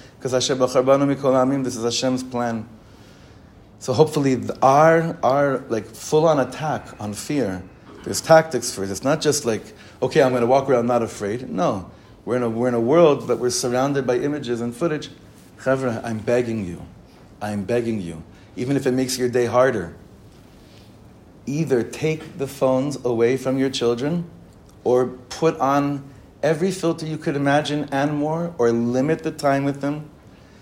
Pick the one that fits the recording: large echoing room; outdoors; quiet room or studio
large echoing room